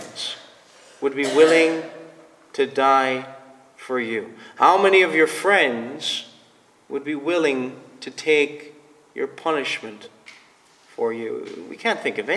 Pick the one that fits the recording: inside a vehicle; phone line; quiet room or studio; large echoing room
large echoing room